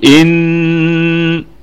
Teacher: طيب، إن الهمزة أصلية تثبت في البدء والوصل، الهمزة في إن أصلية تثبت في البدء والوصل، والنون مشددة بالفتح فهي في أعلى درجات الغنة وصلا ووقفا طبعا، وصلا ووقفا، يعني يقول إن، نقف عليها بالغنة، يعني فيها وجه واحد بحال الوقف عليها بالغنة، نقف على هذه الكلمة بالغنة، والغنة تامة في أعلى درجات الغنة، وأصلا أيضا فيها الغنة، ما ننساش الكلام ده.